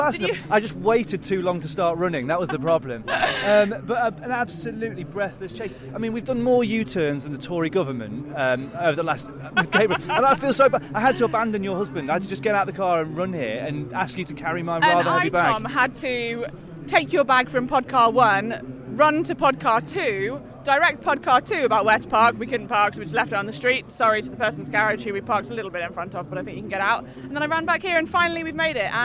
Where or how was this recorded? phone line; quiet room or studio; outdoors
outdoors